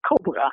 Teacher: the first syllable has primary stress and the second syllable has secondary stress and the four vowels, it's not schwa.